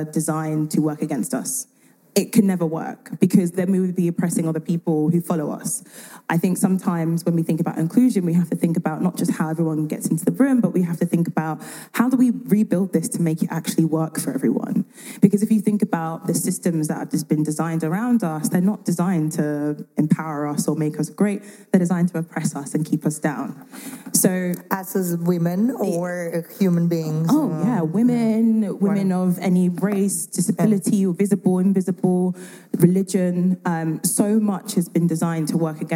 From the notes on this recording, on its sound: This episode was recorded live on stage at the Lead Today Shape Tomorrow Conference organised by Female Founders in June 2022 in Vienna.